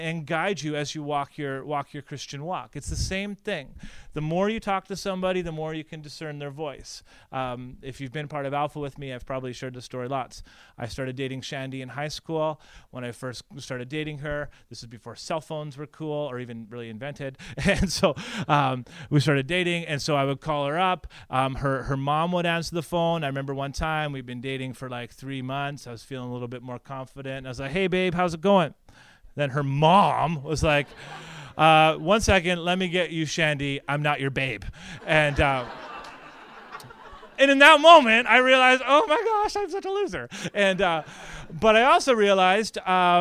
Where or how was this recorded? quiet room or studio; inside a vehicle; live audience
live audience